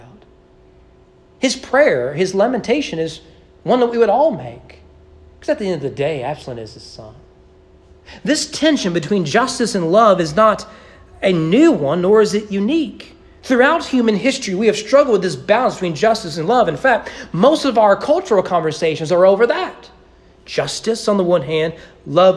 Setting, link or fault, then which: setting, large echoing room